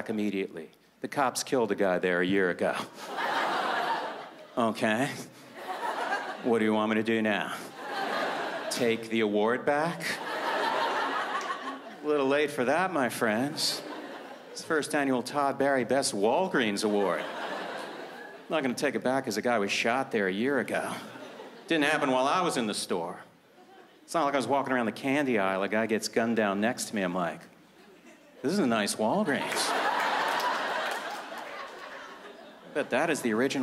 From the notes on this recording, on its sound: took place at the Just for Laughs Festival in Montreal, Quebec, in 2014